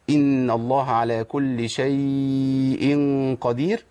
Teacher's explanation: عندي مد لين، مد لين عند الإمام ورش لينا فيه 4 و6 ماشي، ولينا في التوسط لينا 4 و6، لكن لينا في إشباع البدل 6 قولا واحدة.